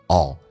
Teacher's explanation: l 这个发音舌尖抬起来靠向你的硬腭